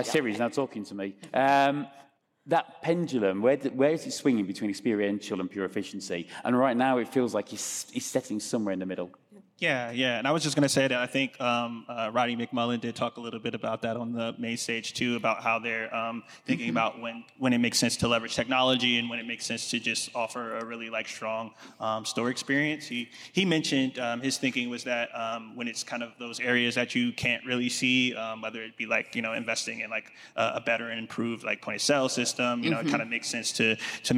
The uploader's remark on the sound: Groceryshop 2023 Recap Live From Las Vegas